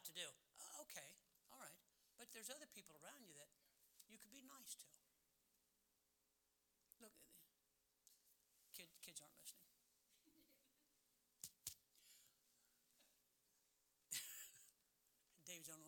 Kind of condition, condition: setting, large echoing room